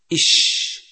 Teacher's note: يخرج حرف الشين من وسط اللسان مع ما يحاذيه من الحنك الأعلى، إش، وهو من الحروف الشجرية نسبة إلى شجر الفم.